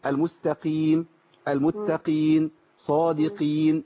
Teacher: انزل بالقاف قوي ما يهمكيش بس ما توصلهاش للكاف